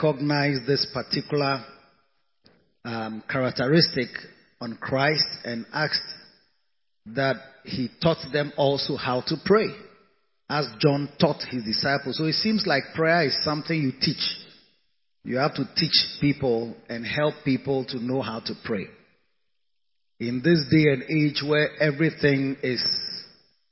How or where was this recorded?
large echoing room